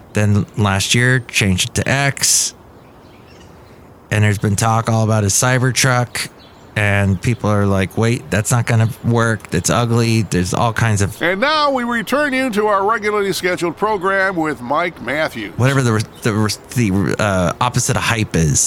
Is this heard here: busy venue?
yes